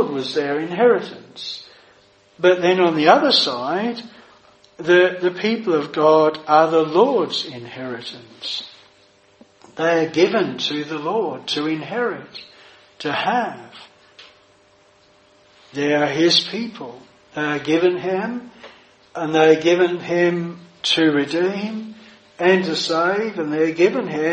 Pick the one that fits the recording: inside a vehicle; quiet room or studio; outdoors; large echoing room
large echoing room